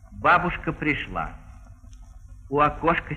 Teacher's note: В конце слова, перед паузой, вместо редуцированного звука «э» может слышаться более открытый звук, то есть не похожий на «ы», а приближающийся к «а», однако никогда не достигающий полноты и ясности настоящего «а».